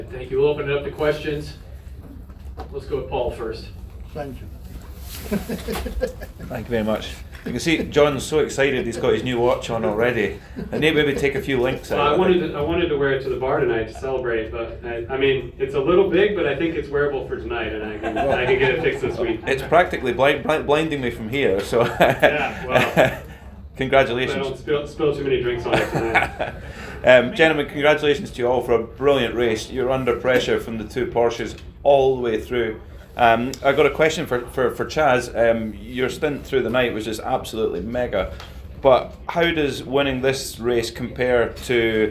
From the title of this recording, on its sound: Live from Daytona